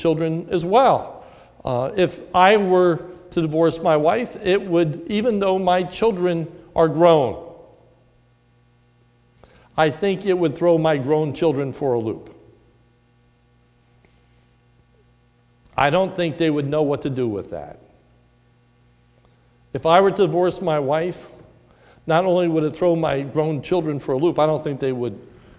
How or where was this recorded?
large echoing room